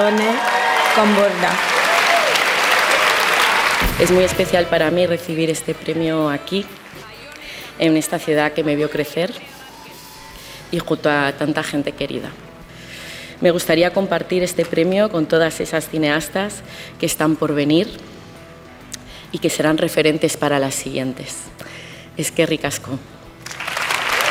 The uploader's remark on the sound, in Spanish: Octavo y último episodio del podcast especial de Kinótico desde el Festival de San Sebastián 2023, que grabamos desde el restaurante Pollitena.